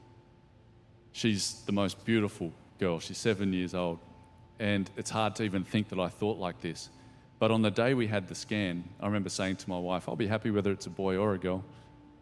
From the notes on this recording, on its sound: Recorded during our 5pm service.